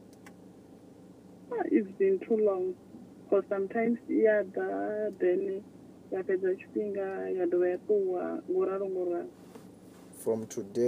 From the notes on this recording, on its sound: healing over the phone